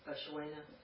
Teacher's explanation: Oh, if you have ora, ora, or sha, right, then preceding, then a dental na within a word, not at the end, not a dental final, a dental nasal will change to the lingual nasal